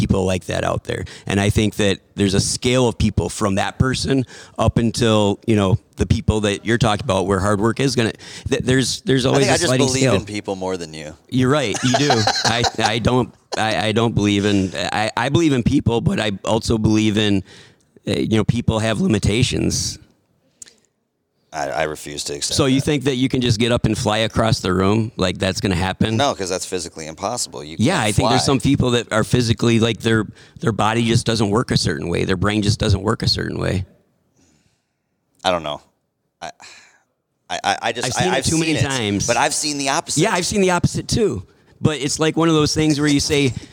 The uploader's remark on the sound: Recorded during Fabtech 2019.